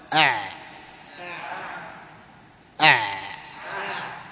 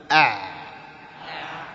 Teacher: ويلاحظ في العين أنه من أحرف الوسط، من أحرف التوسط، التوسط بين الشدة وبين الرخاوة، لأنه من حروف لين عمر، من حروف لين عمر، وهي أحرف التوسط ما بين الشدة والرخاوة، لذلك ينسحب معه الصوت قليلا لأنه رخو، أقرب إلى الرخاوة من ماذا؟ من الشدة